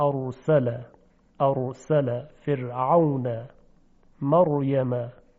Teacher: ببینید در حالت تکریر جلی ار چند تا ر تکرار میشه که غلطه، اما در تکریر خفی یک صدای ملایم و نرمی شنیده میشه: ارسل، ارسل فرعون مریم. · تکریر خفی همون مطلبی است که عرض کردیم، یعنی سر زبان با یک فرکانس خاصی لرزش پیدا میکنه و ضربات بسیار سریع و خفیفی به لثه میزنه، یعنی به مخرج حرف را، و حرف را تلفظ میشه ارسل.